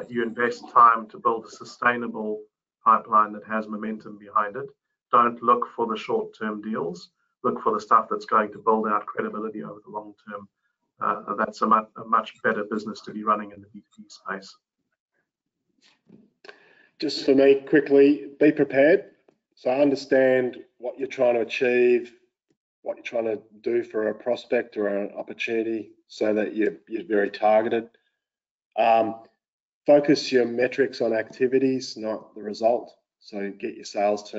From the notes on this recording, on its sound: Listen to the recording of the online event.